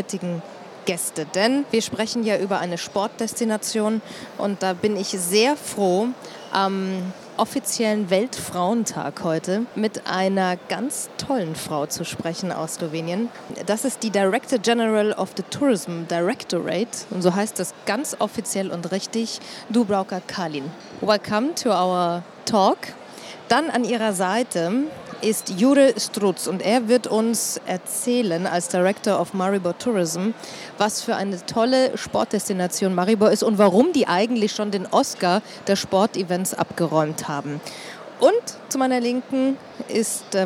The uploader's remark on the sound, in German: Sport und Kultur Travel Talks auf der ITB.